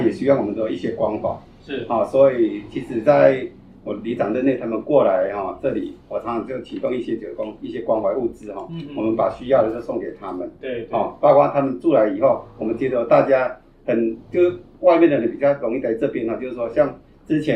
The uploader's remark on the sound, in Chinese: 當天路旁有施工作業，。音質上有一定程度的影響，。